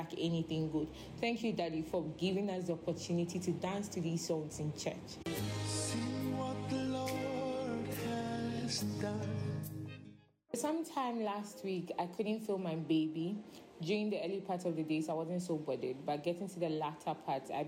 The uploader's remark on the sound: Preached at Loyalty House, Abbey, Dahwenya.